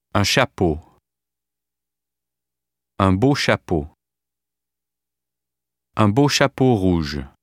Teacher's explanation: equal emphasis on all syllables with a slight increase of stress on the final syllable, applies to phrases and short sentences as well. · Term: French rhythm